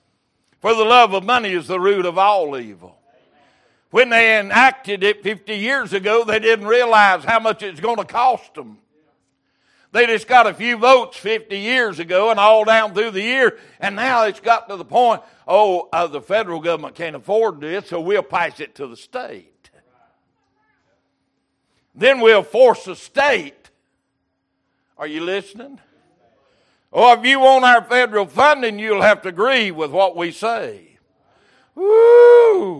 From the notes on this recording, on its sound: Recorded January 8, 2023 - Sunday Evening Service